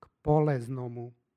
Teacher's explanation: Poznato je iz srpskog i vezano je za Dositeja Obradovića koji je sve činio na polzu srpskome narodu. Dakle, ovdje nemamo jotovanja i zato je izgovor sa L, k poleznomu